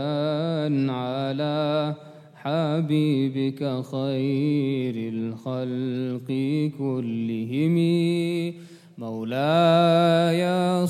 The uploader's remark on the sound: at the Houghton Masjid (West Street)